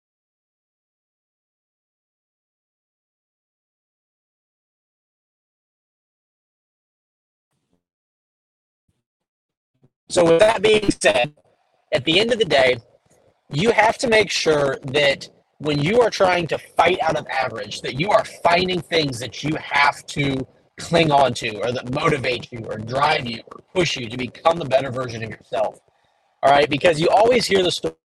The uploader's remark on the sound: Took the chance and recorded in the truck for this one...excuse the audio/video quality!